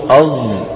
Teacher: صوت بين حرفين، يتردد بين مخرجين، بين حرفين، ما هما؟ الصاد والزاي · Term: صاد مشمة زاي